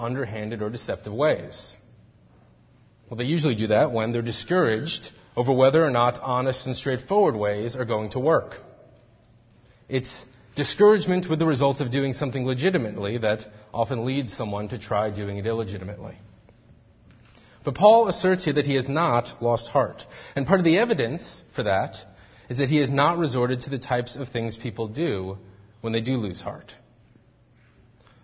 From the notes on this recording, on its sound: Faith Presbyterian Church – Evening Service